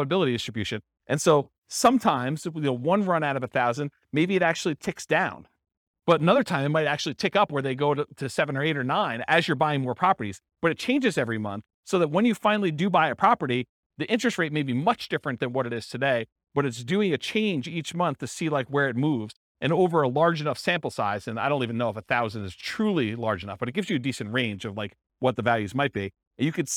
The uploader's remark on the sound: This was a live class recorded